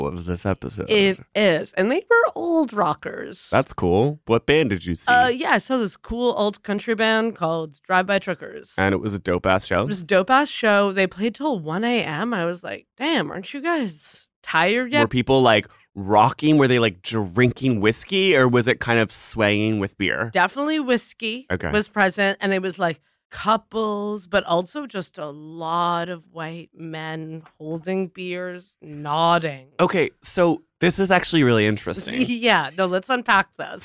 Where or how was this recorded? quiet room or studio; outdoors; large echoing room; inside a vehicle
quiet room or studio